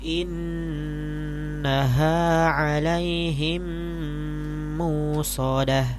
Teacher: Jadi riwayat Syu'bah dia mengganti hamzah menjadi waw yang mad. · Term: ibdalul hamzati wawan maddiyah